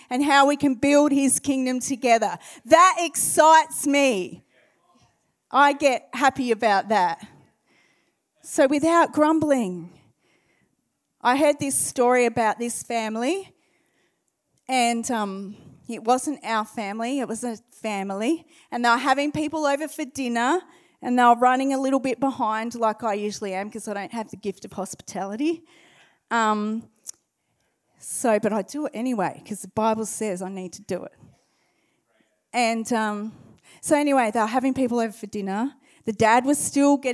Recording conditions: large echoing room